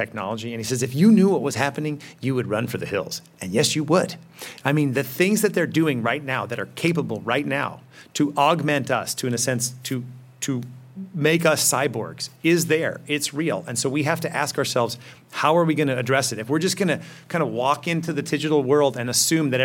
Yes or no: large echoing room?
yes